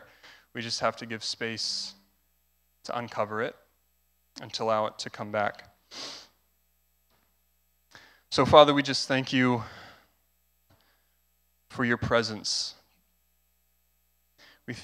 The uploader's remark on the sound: was recorded on Sunday, February 20th, 2022, during service at The Anchor Church in Rockport, Maine.